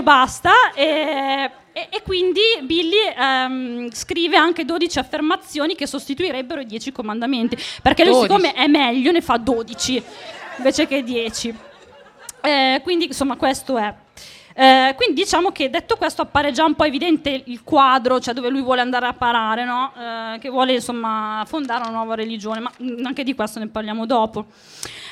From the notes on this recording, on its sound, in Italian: In questo episodio speciale vi proponiamo la registrazione fatta al Podfest di Parma.